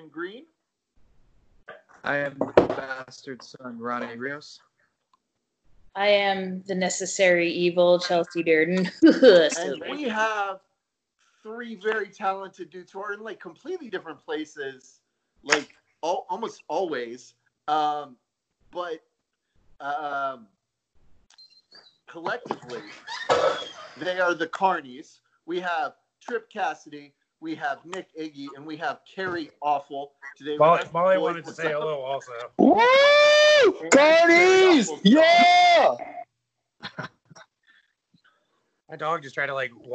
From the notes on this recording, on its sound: Skype it up